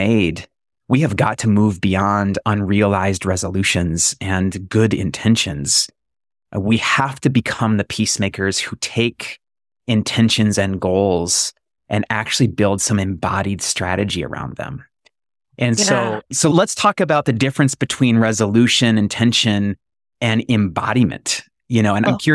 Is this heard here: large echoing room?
no